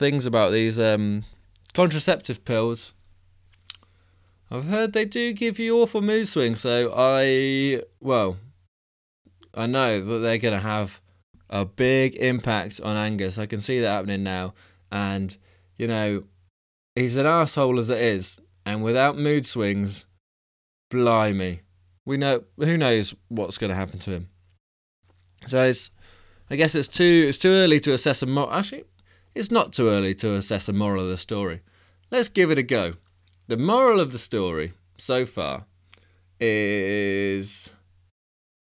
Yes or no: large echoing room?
no